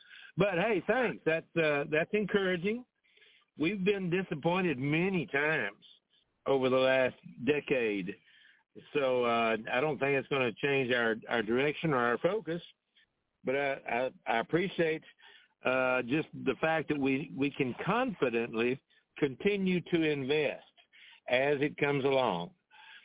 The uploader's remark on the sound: Conference Call